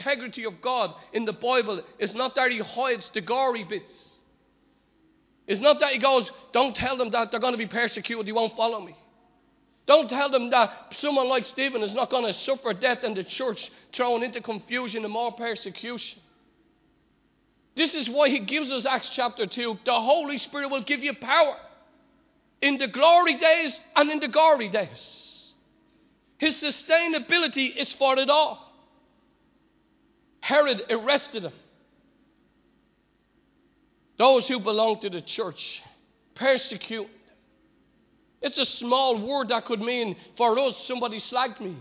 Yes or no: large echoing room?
yes